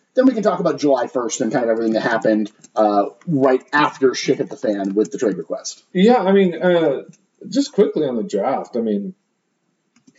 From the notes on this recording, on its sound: Apologies that the audio quality wasn't up to our usual standards due to some technical difficulties (user errors)